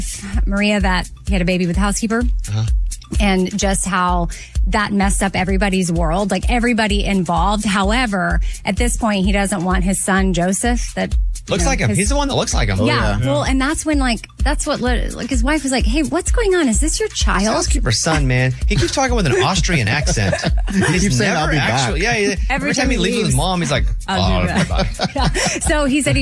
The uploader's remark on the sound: a listener called